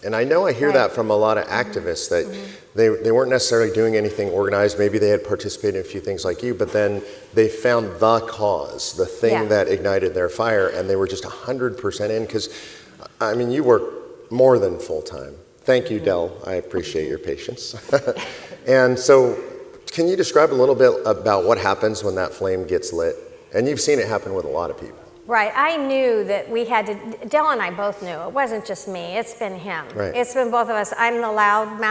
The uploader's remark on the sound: This panel workshop was part of the 2019 COS Leadership Summit held in Colonial Williamsburg.